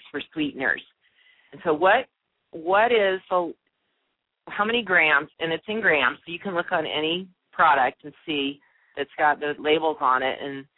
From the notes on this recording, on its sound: opens the lines to answer live questions